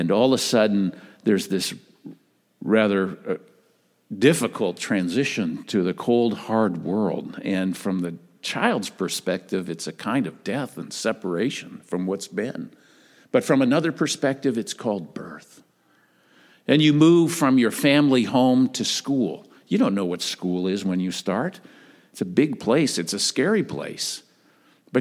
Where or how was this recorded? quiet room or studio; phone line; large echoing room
large echoing room